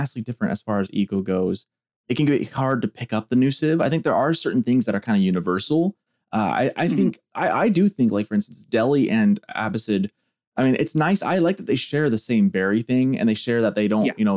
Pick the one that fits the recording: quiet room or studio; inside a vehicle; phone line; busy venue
quiet room or studio